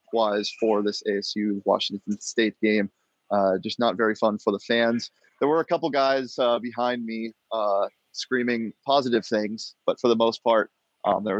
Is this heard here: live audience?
no